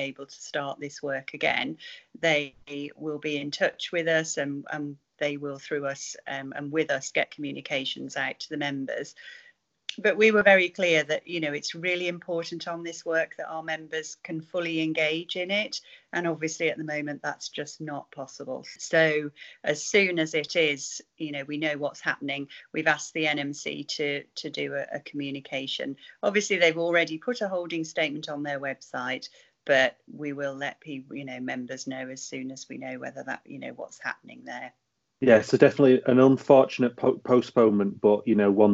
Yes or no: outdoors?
no